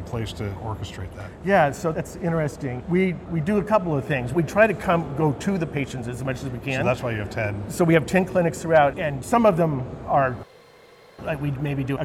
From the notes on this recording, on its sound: Interview in Action live from CHIME’s Fall Forum